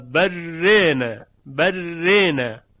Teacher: منتها باید دقت داشته باشیم که وقتی الف در رانه اماله می شود، حرف را لاجرم باید ترقیق بشه، چون ترقیق با اماله تناسب داره.